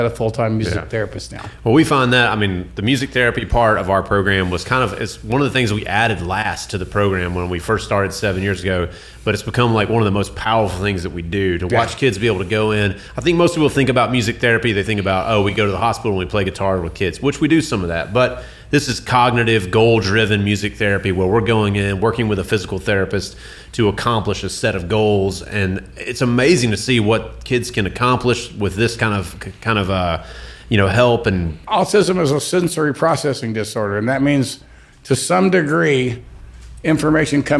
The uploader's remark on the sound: Performs a solo acoustic show to fundraise for the Songbirds Foundation's Guitars for Kids program on this episode of "The Songbirds Radio Hour"—recorded at the Songbirds Guitar and Pop Culture Museum in downtown Chattanooga.